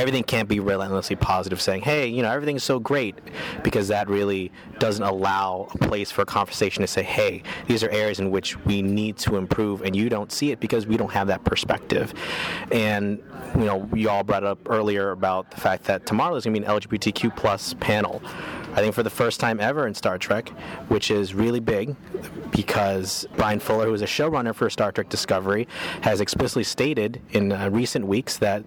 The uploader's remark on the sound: on the convention floor